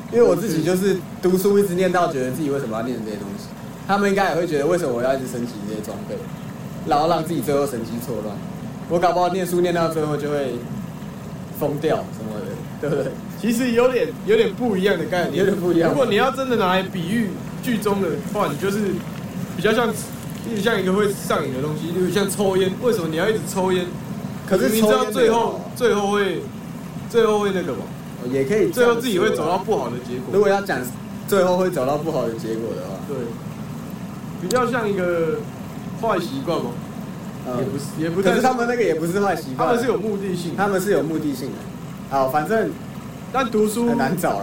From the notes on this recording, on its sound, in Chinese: 本集使用設備：iphone 12 mini。